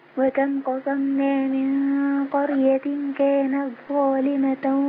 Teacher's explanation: لابد من بيان الهمس في التاء وإلا تضغم في الطاء.